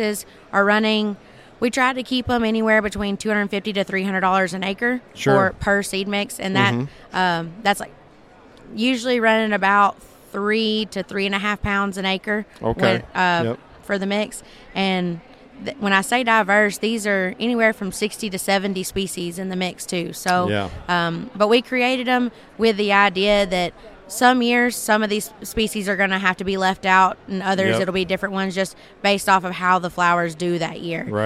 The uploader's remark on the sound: Live at Pheasant Fest. We put out a mic to strangers and asked some debated topics.